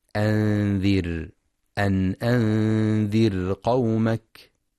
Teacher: وينتبه لترقيق راء أنذر لأنها ساكنة وما قبلها مكسور